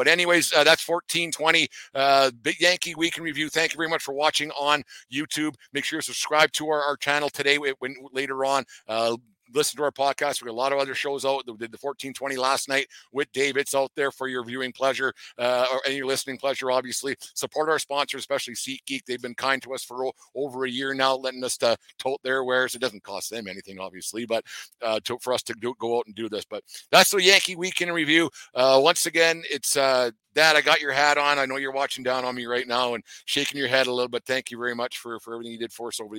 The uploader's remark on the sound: Fourteen Twenty Yankees Week In Review #2 from The Yankee Tavern North